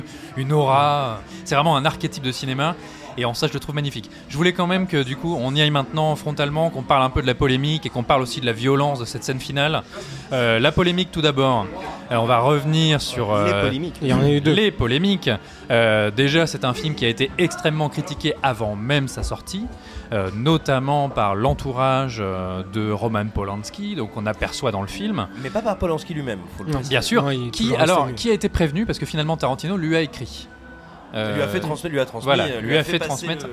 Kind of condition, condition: setting, busy venue